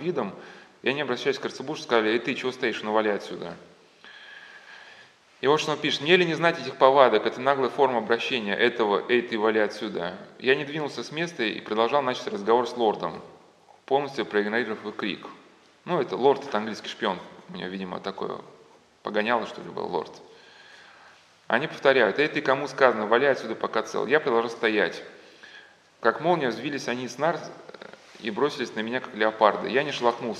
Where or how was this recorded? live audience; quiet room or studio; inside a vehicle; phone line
live audience